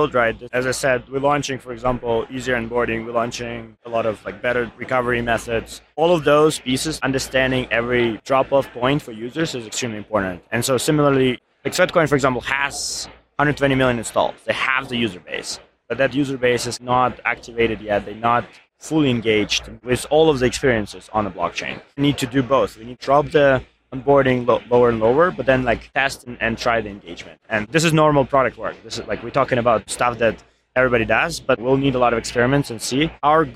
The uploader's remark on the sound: Live from ETHDenver 2023. This episode features the Edge of NFT live from ETHDenver 2023 . From our final guest whose interview got cut short due to technical issues.